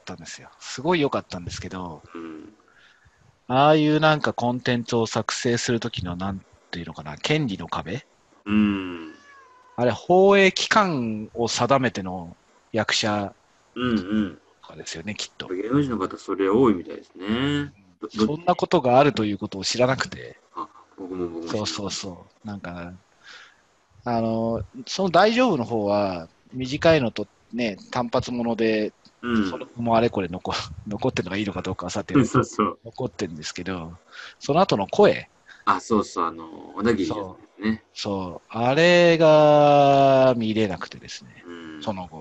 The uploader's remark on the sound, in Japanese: ハングアウトオンエアがサービス終了となってしまったためZoomで録音しての収録です。